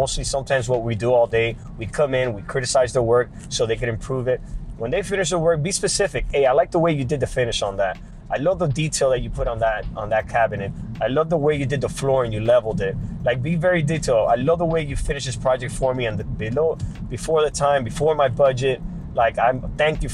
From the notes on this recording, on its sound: This week I’m back behind the wheel trying to put together my blog while I am driving around town for work. Basically I am "Blogging While Driving" once again.